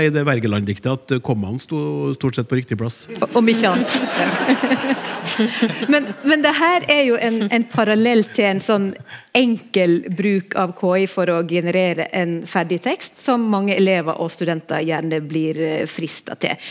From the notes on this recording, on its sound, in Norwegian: Live fra Trøndelag Teater